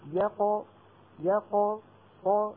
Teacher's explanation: القاف خرجت بالتباعد بين طرفي عضو النطق، لكن الفم بعدها مباشرة بده ينتقل ليتهيأ لمخرج الحرف الذي بعدها وهو الطاء. · Term: القلقلة